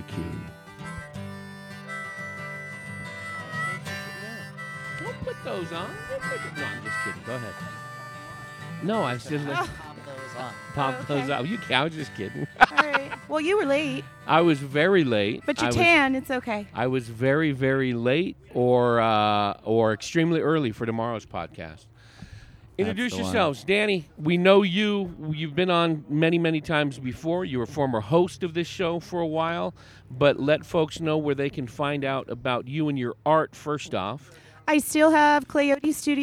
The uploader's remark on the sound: Recorded at Big Daddy E’s BBQ in Chino Valley. Recorded at Big Daddy E’s BBQ in Chino Valley.